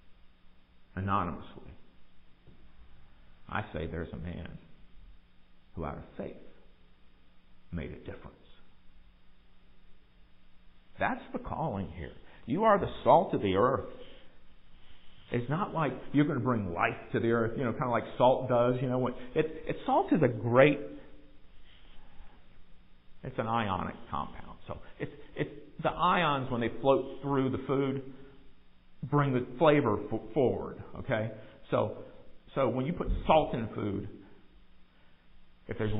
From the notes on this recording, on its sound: Recorded live in the sanctuary of MPPC.